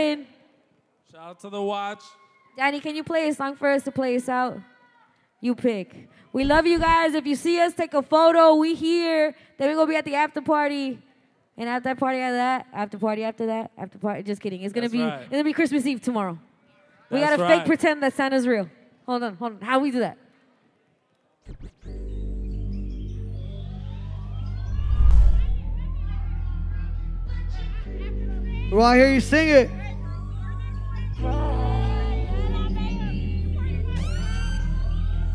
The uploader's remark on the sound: Live At The Wiltern